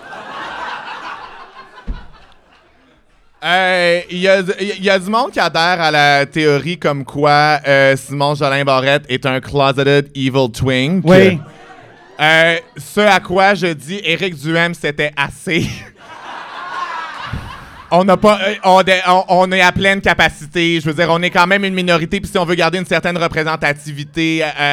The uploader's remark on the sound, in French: Live devant pubis